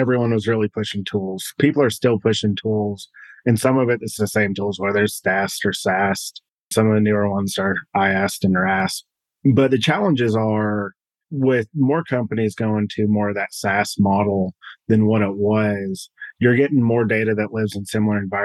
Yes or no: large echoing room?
no